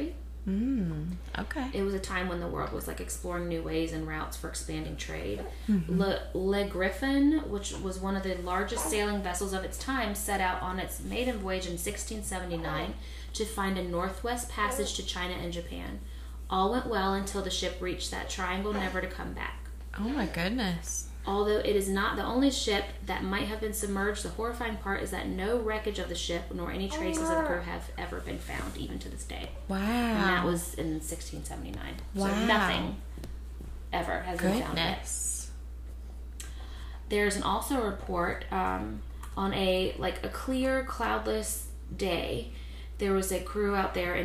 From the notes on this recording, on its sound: Thanks so much for bearing with us in regards to extra sounds in the background